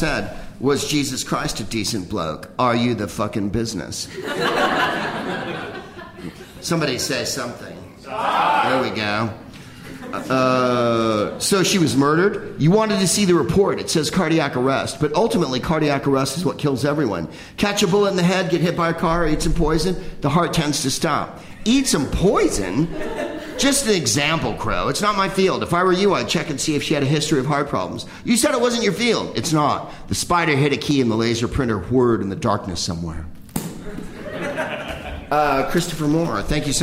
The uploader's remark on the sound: Live from The Upfront Theatre in Bellingham